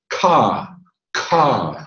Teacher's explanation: The second tone is a little lower, but lots of wind.